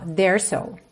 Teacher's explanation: Eu vou começar outra palavra com S, so. Eu junto tudo num S só.